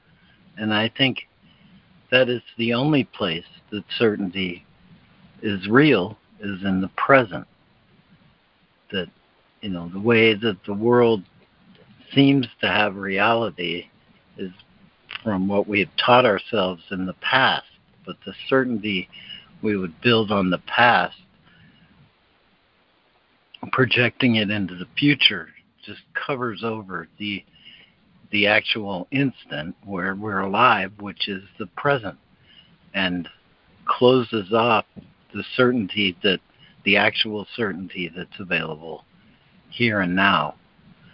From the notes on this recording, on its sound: ACIM Daily Conference Call